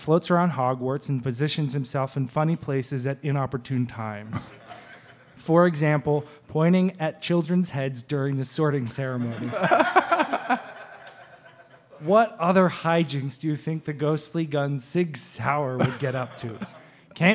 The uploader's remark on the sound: Live again from Humble Burger